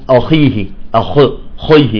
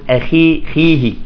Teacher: الخاء إذا كانت مكسورة يجب أن لا نبالغ في التفخيم · Shown in: second take · مثل كلمة أخيه، يقول بعدهم أخيه أخ خيه، لا، يقول أخي خيه، تمام، أخيه، نرققه، يعني لا نقول مرققة لأن حرف حرف استعلاء، ولكن نقول لا تبالغ في التفخيم.